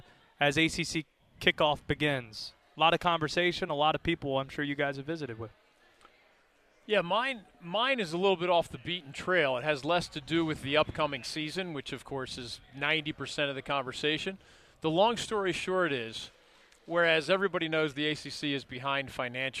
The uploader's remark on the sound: live from ACC Kickoff in Charlotte